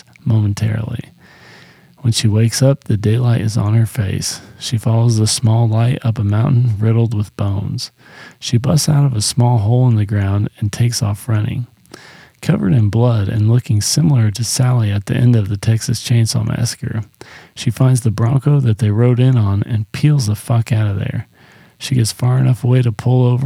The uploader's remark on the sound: Sorry about the mic buzzing. I didn't really notice it until I was deep into the editing process.